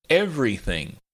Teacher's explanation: Everything is three syllables, not four, so be careful. The second e is not clearly enunciated.